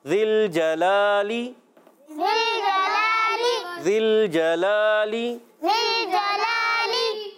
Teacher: ماشاء اللہ، لام کا مخرج بتا چکے ہیں اور جیم پر زبر ہے تو حرکات کو بغیر کھینچے بغیر جھٹکا دیا ادا کرتے ہیں. لام پر کھڑا زبر ہے، کھڑی حرکات کو ایک الف یعنی دو حرکات کی مقدار کھینچ کر ادا کرتے ہیں. اور آگے والا لام جو ہے وہ زیر والا ہے، اس کو تو ہم نے ایک الف کھینچنا ہے مگر اس کو نہیں کھینچنا.